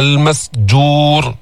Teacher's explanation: والبحر مرقق الراء، والبحر المسجور، خلص السين من الجيم، السين المسجور، الجيم فيها شدة وفيها جهر، بينقطع الصوت عند النطق بها، المسجور، كمان منفخم الراء بالمسجور.